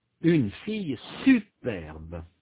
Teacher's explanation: Il y a un accent sur la première syllabe de superbe. Cet accent est surtout marqué par l'intensité. La syllabe est prononcée avec une plus grande intensité. · Term: accent d'insistance